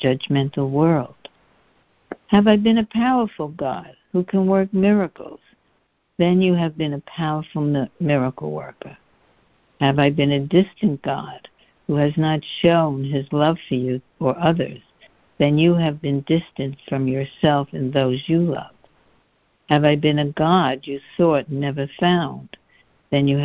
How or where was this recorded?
phone line